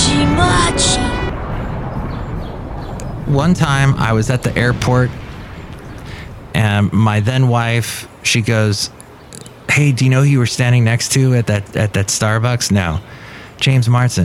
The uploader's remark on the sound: podcasts live from Café Anyway